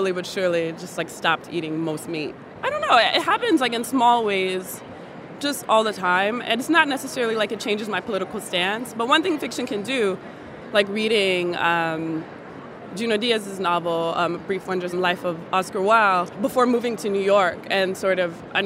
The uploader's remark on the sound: camp out at one of the biggest conferences for writers on the planet, held by the Association of Writers & Writing Programs